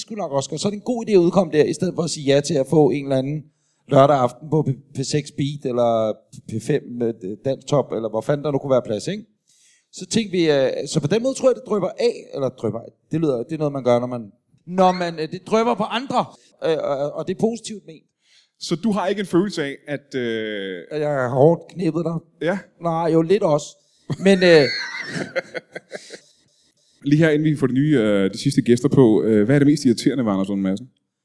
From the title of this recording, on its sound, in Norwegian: LIVE fra Comedy Zoo